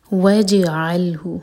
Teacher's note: جیم پر قلقلہ یعنی کہ جیم کو باؤنس کریں گے